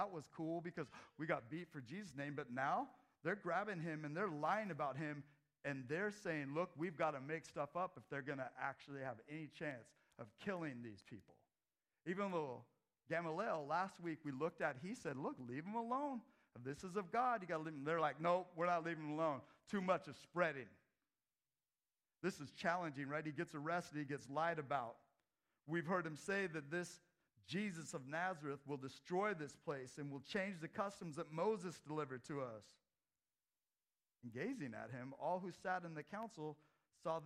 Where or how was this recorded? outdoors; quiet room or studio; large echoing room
large echoing room